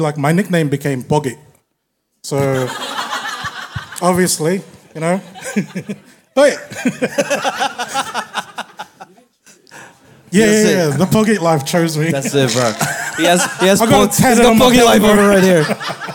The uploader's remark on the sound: We are at the 1st Sydney UbeFest by 7000 Islands. The guys have a live audience.